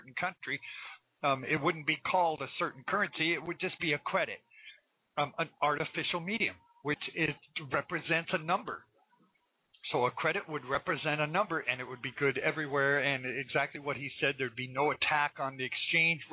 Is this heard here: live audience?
no